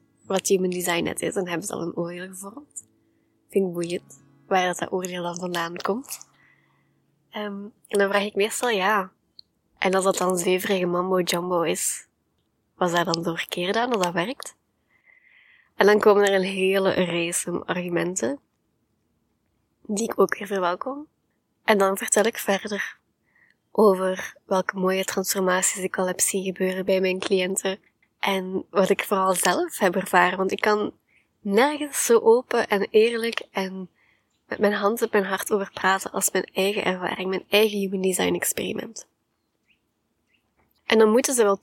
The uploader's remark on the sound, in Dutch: Momenteel reizen mijn vriend en ik met onze camper, deze aflevering is buiten opgenomen. Het kan zijn dat je af en toe een vogel of ander omgevingsgeluid hoort.